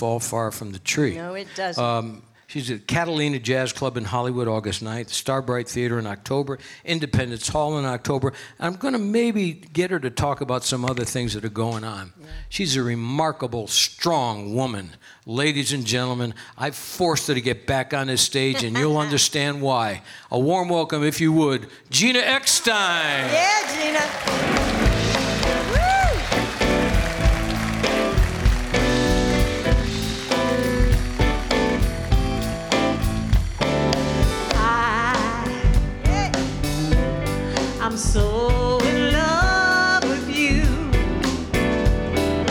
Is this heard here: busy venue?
yes